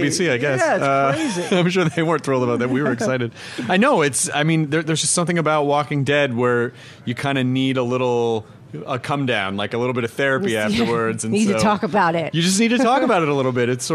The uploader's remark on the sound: LIVE from Comic Con 2013